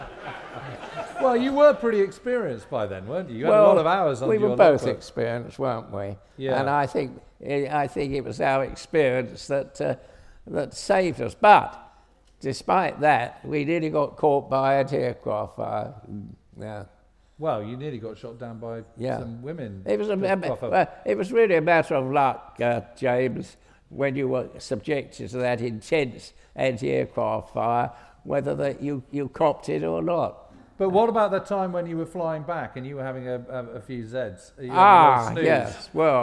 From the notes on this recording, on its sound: on stage at We Have Ways Fest